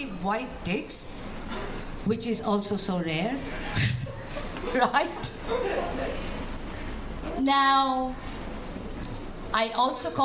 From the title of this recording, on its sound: Live at One Night In Saigon